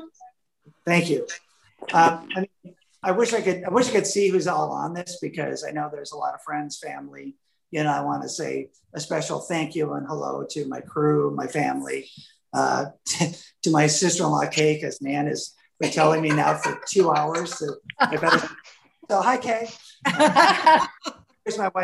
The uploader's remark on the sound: This is the audio recording of a zoom Q. There were over 200 fans online from around the world.